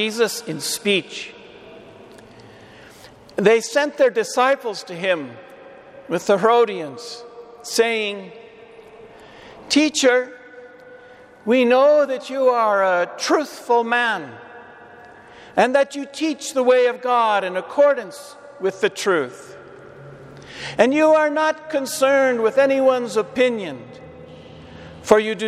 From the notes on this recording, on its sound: Homily delivered to the Saint Francis Catholic Community in Cuenca, EC.